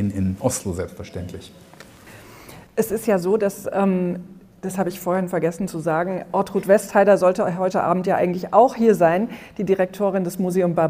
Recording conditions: live audience